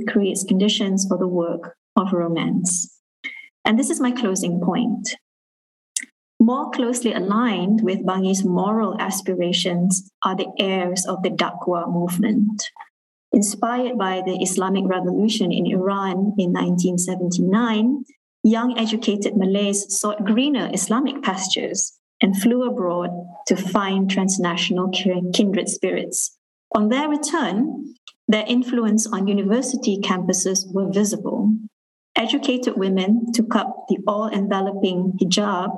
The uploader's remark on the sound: was recorded during a live webinar event